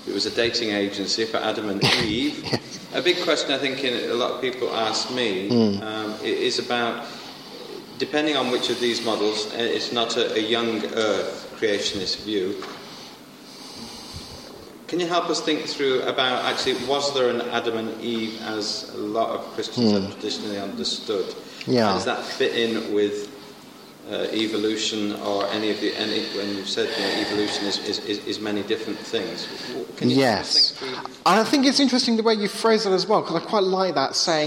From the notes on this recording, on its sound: Sunday afternoon talk with Q&A at Hesketh Bank Christian Centre.